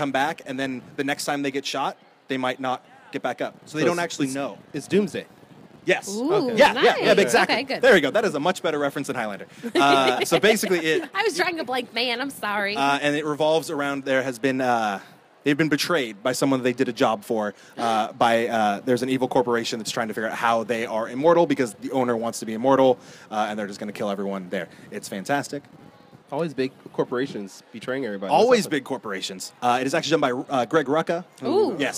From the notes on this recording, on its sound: LIVE from Crocker Con 2017. Go live from Crocker art museum in Sacramento, CA for Crocker Con 2017.